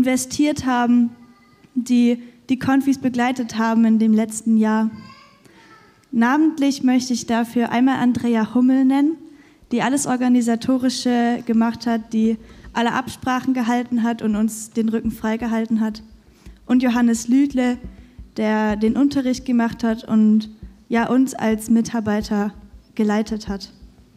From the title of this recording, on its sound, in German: Konfirmationsgottesdienst